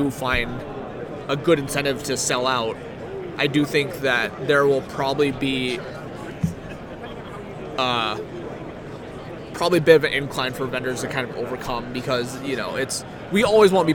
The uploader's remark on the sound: Live from GP Phoenix